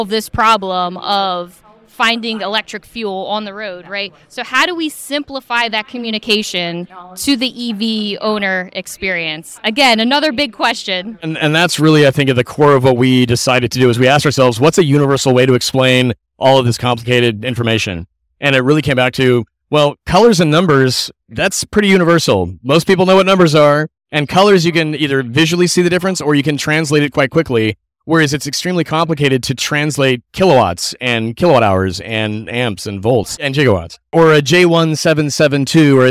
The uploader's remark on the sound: This episode was recorded during the NADA show in Dallas, TX